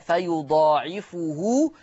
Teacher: أيضا لحفص عن عاصم في الكلمة الأخرى فيضاعفه يقرأ بفتح الفاء، أما ورش عن نافع فيقرأ بضم الفاء